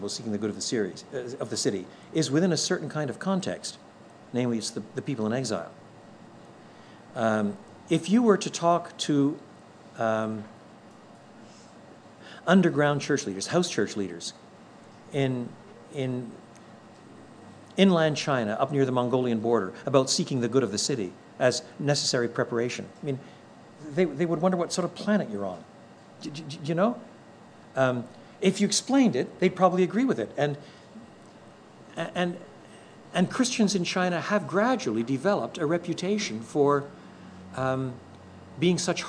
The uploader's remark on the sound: contains the questions prospective church planters and their supporters posed